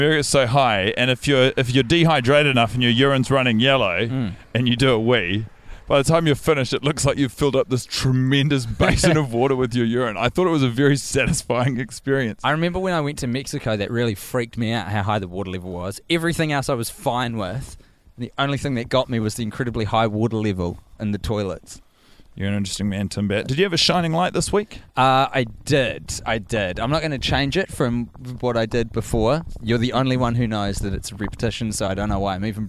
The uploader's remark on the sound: The boys initial recording of this watch has been lost to the sands of time due to a technical glitch. Record it while walking about the neighbourhood at night.